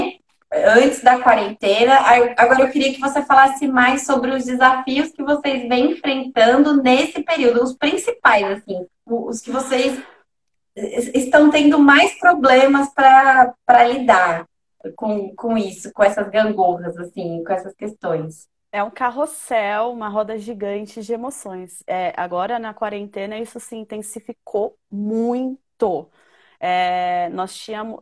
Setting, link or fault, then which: link, video call